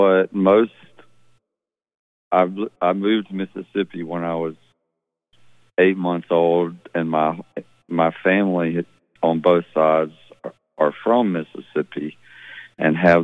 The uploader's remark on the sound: Sits in on a recent interview from Neighborhood Night. Chats on the phone.